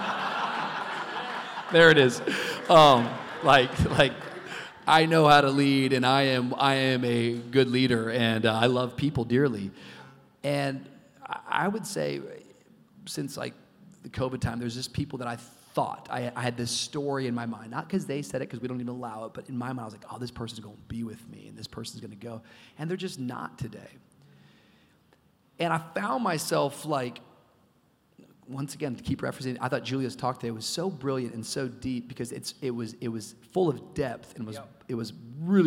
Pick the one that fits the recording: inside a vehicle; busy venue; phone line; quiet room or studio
busy venue